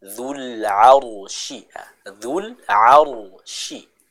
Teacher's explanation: huruf ra-nya dibaca dengan tebal karena dia didahului oleh huruf yang harakatnya fathah, dan juga kita harus menjelaskan bacaan dari huruf shin-nya.